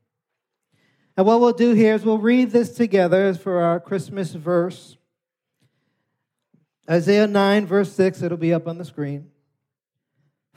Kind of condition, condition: setting, large echoing room